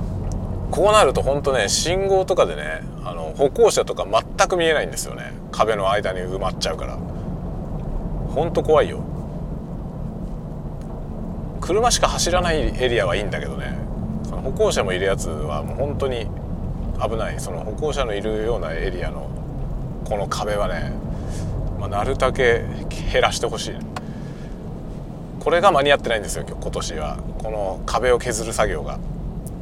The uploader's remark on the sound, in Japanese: ドライブしながら雑談。人間ドックからの帰り道、運転しながら雑多な話をした回。Stand.fm。